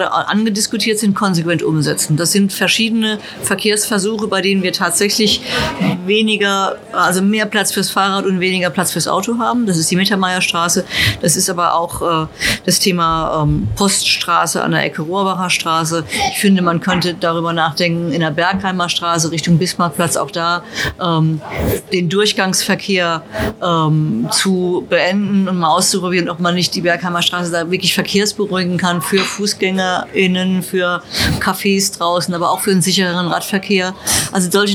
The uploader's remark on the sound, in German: im Wieblinger Eiscafé OK Kool aufgezeichnet